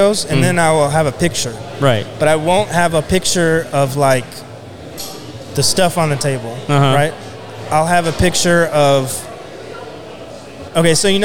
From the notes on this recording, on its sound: Live from Rowdy’s in Spring, TX with The Contractor’s Network. We had a chance to sit down with many business owners who are experts in their field.